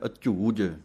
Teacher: ਪਾਠ ਹੈ ਅਝੂਜ, ਇਹਨੂੰ ਜਿੰਨਾ ਕੱਸ ਕੇ ਬੋਲੋਗੇ ਓਨਾ ਹੀ ਸ਼ੁੱਧ ਪਾਠ ਨਿਕਲੇਗਾ। ਕਿਉਂਕਿ ਜੇ ਪੋਲਾ ਪੜ੍ਹ ਦਿੱਤਾ ਤਾਂ ਵਿਚਲੇ ਝੱਜੇ ਦੀ ਆਵਾਜ਼ ਤਾਂ ਨਿਕਲ ਆਵੇਗੀ, ਪਿੱਛੇ ਜੱਜਾ ਲੱਗ ਜਾਵੇਗਾ। ਅਝੂਜ, ਇਹ ਜੱਜਾ ਲੱਗ ਗਿਆ ਪਿੱਛੇ, ਲੇਕਿਨ ਪਿੱਛੇ ਵੀ ਝੱਜੇ ਦੀ ਆਵਾਜ਼ ਦੇਣ ਵਾਸਤੇ ਇਹਨਾਂ ਦੋਵਾਂ ਸ਼ਬਦਾਂ ਨੂੰ ਕੱਸ ਕੇ ਬੋਲਣਾ ਪਵੇਗਾ।